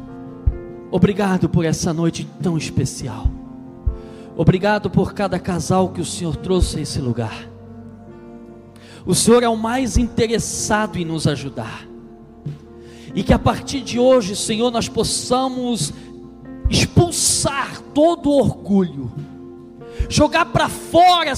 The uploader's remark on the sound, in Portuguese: na Igreja ABA Blumenau (Transmitido ao vivo)